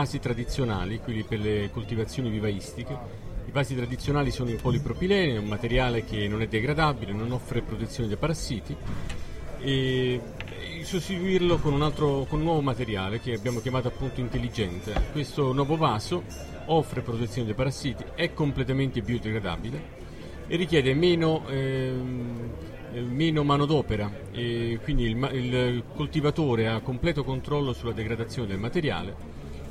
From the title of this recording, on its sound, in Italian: Diretta Live dal PNI 2015